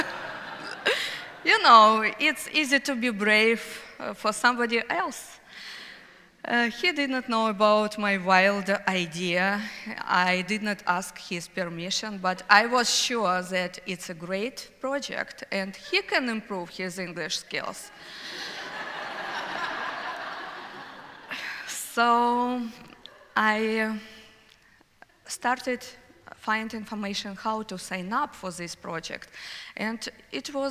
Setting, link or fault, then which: setting, live audience